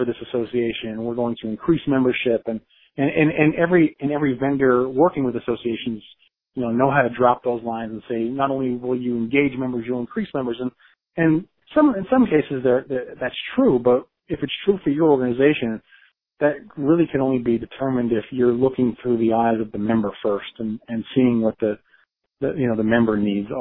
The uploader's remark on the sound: I spoke over the phone